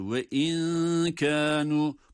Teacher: Ve in kanu, harfin zatı gizleniyor. Yani dil nunun çıktığı yer olan damağa değmiyor. Ve in, ama nundaki gunne sıfatı burada gösteriliyor, duyuruluyor. · Term: ihfa